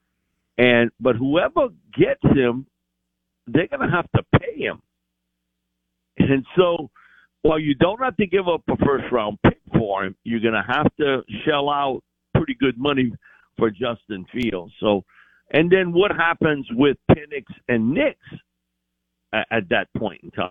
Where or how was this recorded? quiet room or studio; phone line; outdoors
phone line